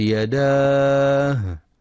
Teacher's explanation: ينتبه القارئ لإظهار الهاء وهمسها في كلمة يداه، خاصة عند الوقف عليها